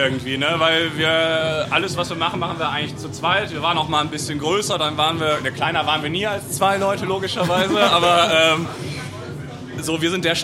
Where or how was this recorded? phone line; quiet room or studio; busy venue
busy venue